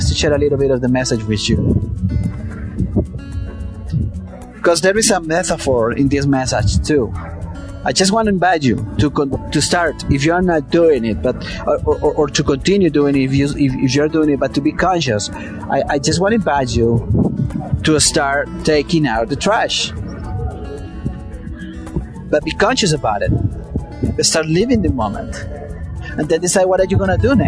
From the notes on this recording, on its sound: The audio was recorded outdoors so there is a certain level of noise